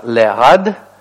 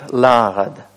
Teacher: из-за того, что это паузальная форма, то ударение утягивается к началу слова и изменяется огласовка · Shown in: second take